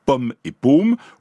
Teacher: le O ouvert et le O fermé sont des phonèmes parfaitement différents